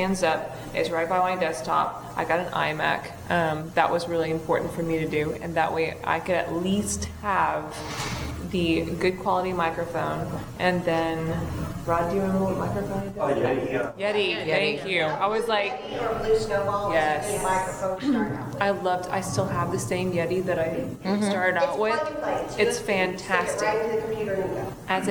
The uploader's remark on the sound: Women in Podcasting Panel (Houston Comicpalooza).